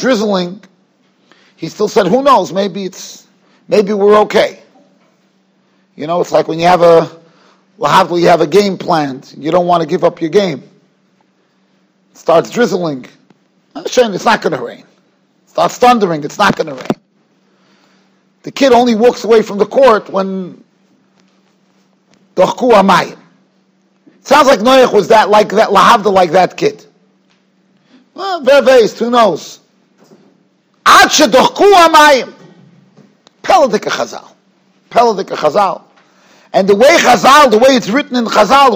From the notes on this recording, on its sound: Shiur recorded in Yeshivas Ohr Reuven, Monsey, NY.